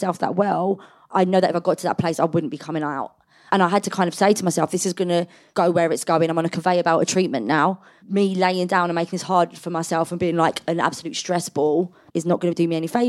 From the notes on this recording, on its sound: Recorded live in front of an audience of Wobble fans.